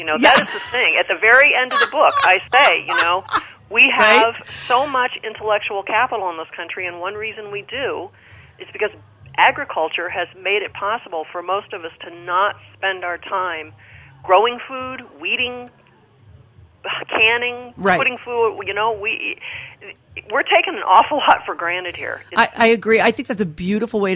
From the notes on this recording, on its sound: joined via the phone lines